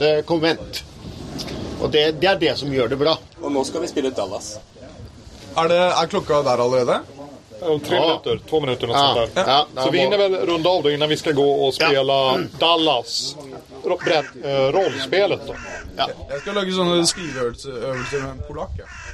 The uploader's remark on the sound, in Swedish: När jag var på Holmcon spelade jag in ett samtal. Vi satt på verandan med ett gäng brädspelare, det blåste rejält, ljudkvaliteten är med andra ord fruktansvärd.